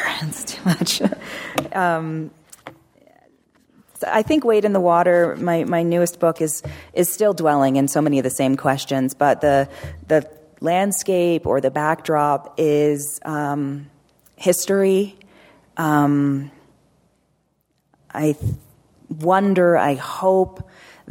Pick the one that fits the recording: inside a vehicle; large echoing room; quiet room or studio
large echoing room